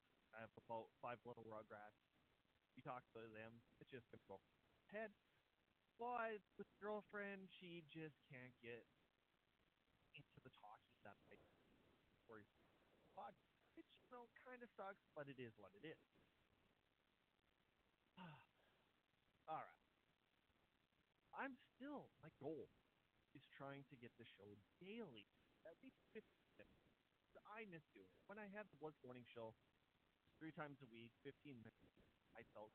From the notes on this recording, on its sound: The audio is a little quiet cuz I tried something a little different.